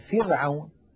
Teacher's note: الراء الساكنة إذا كان قبلها كسرة مثل فرعون ترقق